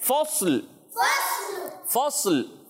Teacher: اب یہ صاد بھی ساکن، لام بھی ساکن، تو دونوں ساکن پڑھنے ہیں، مگر اس انداز سے پڑھیں گے کہ صاد بھی نہ ہلے، اس پر زبر بھی نہ آئے اور لام بھی ساکن ہو جائے